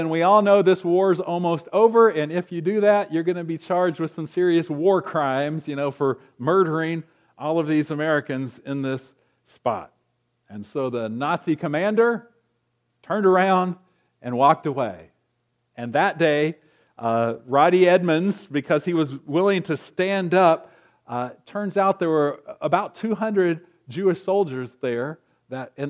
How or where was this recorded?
large echoing room